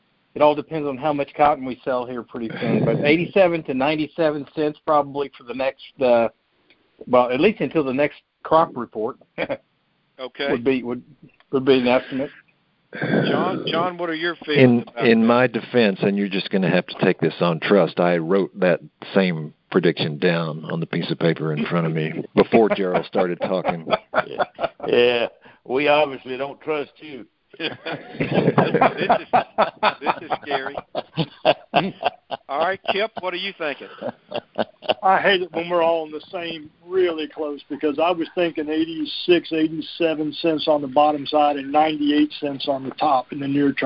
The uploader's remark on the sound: Monthly Conference Call